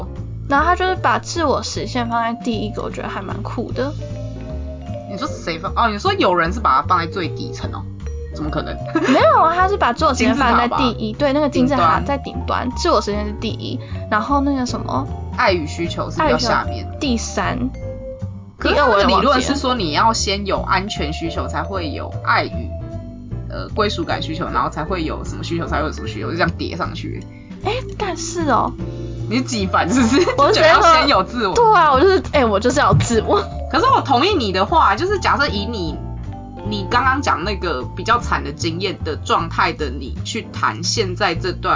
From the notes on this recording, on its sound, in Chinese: 本集收音狀況欠佳，偶爾有車子經過聲音。